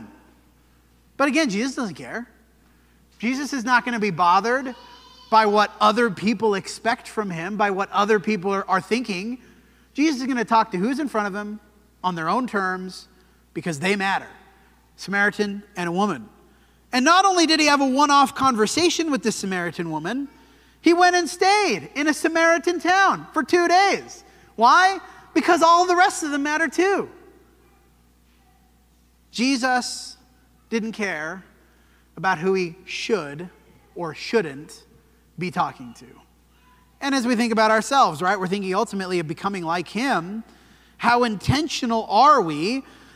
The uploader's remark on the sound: This sermon was preached at the Dewey Church of Christ on November 5, 2023.